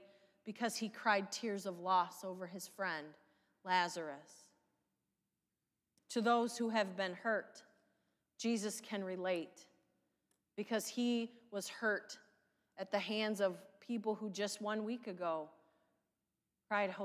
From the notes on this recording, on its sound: Sermon from live worship service at St. Paul's UMC Tiffin Ohio.